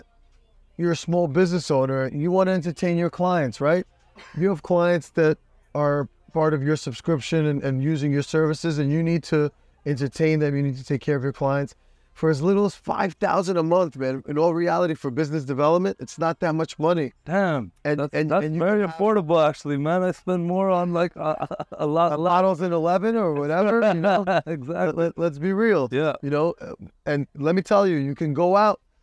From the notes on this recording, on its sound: Based in Miami FL. Record this podcast on his yacht.